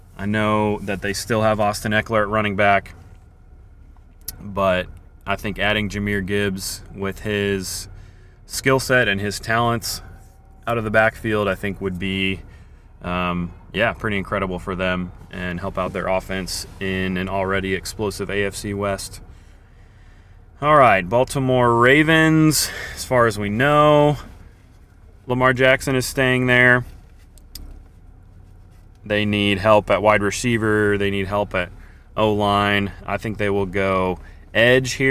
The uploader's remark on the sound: Coming to you live from downtown KC on the morning of the draft.